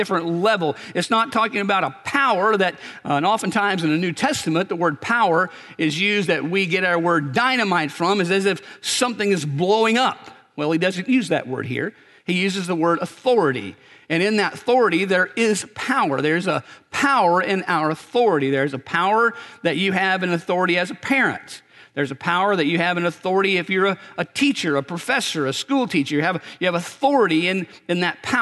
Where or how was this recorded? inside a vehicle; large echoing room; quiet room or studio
large echoing room